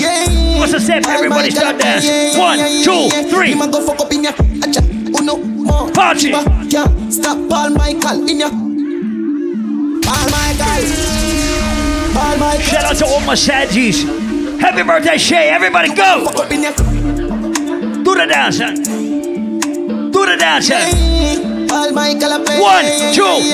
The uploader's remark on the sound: Audio recording of my set at Island Saturdays